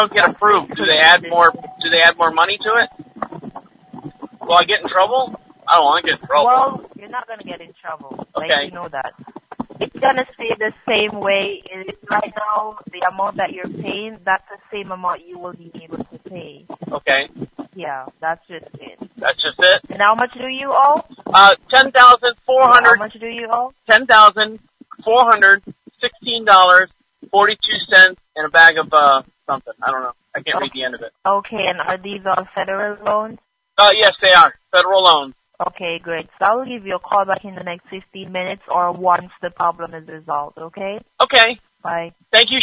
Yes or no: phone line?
yes